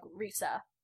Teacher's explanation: In Japanese, they don't really have an L sound at all, so all of it is just hard R's. Nice. Like, Lisa sounds like Risa.